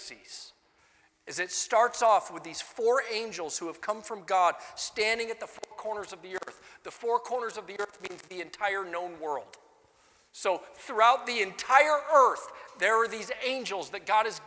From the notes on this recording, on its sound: Sunday Morning Sermon Audio